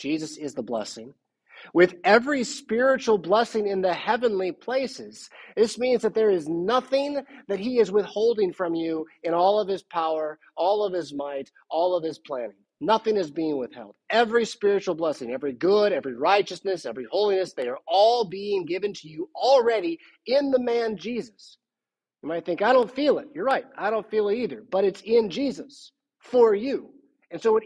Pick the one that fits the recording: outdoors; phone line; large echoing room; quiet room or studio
large echoing room